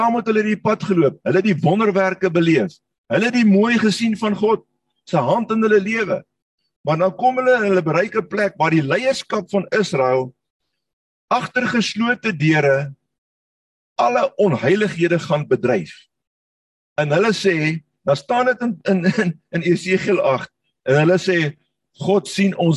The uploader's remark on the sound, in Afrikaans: Manne van die Woord Zoom Byeenkoms 3 Mei 2022